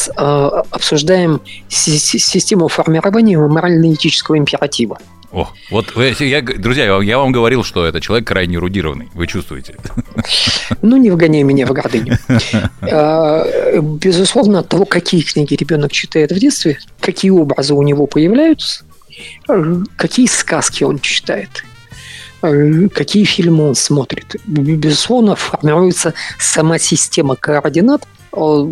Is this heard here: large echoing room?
no